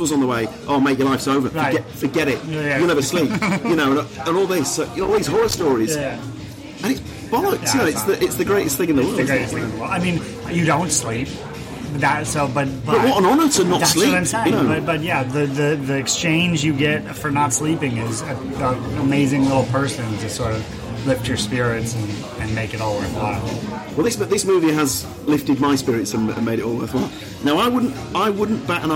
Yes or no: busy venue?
yes